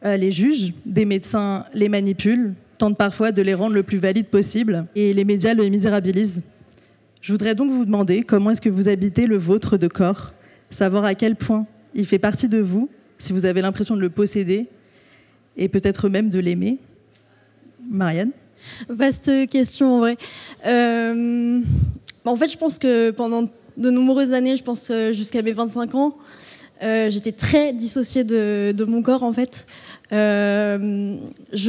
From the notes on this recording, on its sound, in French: À l'occasion de la 2e édition des Nuits aux Magasins.